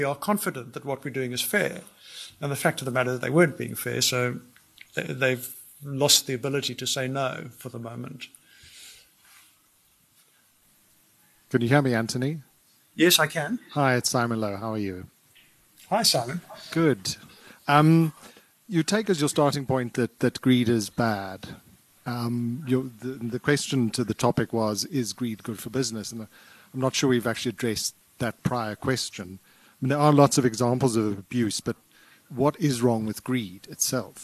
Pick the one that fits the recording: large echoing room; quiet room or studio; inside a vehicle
large echoing room